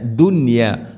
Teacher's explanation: ദുനിയ എന്നത് ഒറ്റ പദത്തിലാണ് നൂനും യാ ഉള്ളത്, അതുകൊണ്ട് അവിടെ ഇദ്ഹാറാണ് ചെയ്യുക. വെളിവാക്കി ഉച്ചരിക്കണം, മണിക്കരുത്.